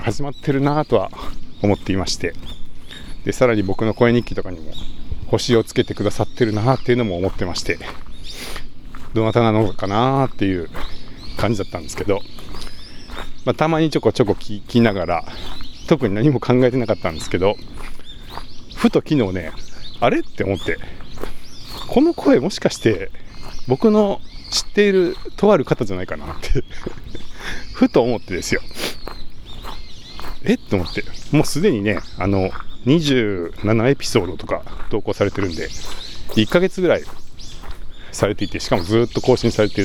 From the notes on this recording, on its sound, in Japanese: zoom M2を持ちながらお散歩録音してみた